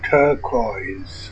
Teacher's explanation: Say turquoise using the vowels as in birth and noise, with a stress on the first syllable. Stress pattern Dadi.